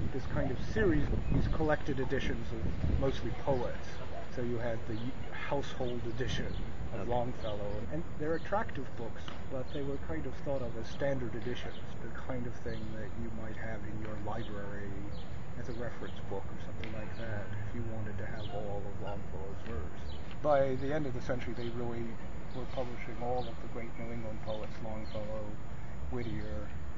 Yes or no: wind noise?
yes